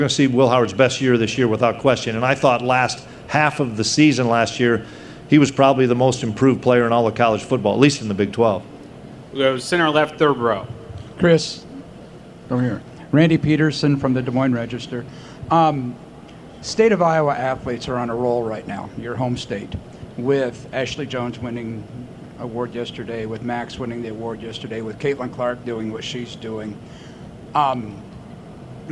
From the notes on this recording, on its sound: press conference at Big 12 Football Media Days